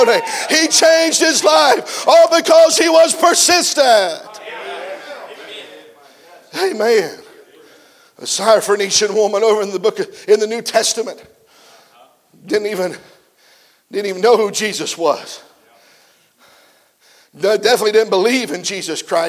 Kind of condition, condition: setting, live audience